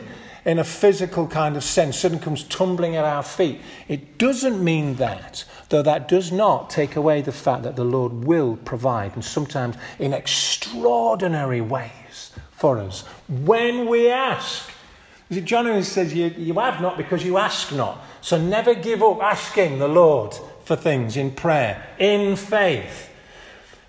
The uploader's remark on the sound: This audio recording was taken from the 10:30 Communion service at St Mary and St John's Church, Hardraw - March 19th, 2023